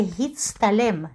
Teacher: этот цадик не только выталкивает тав, он еще превращает его в тет, потому что это тоже т, но это тоже был ицур нахатси, который произносился с придыханием рядышком с цадиком.